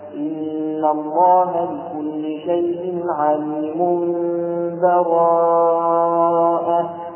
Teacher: القلب عند الوقف لوجود تنوين بعده باء، ذكر ذلك في أحكام النون الساكنة فيكون هكذا إن الله بكل شيء عليم براءة على القلب.